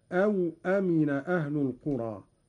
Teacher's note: قرأ قالون بإسكان الواو هكذا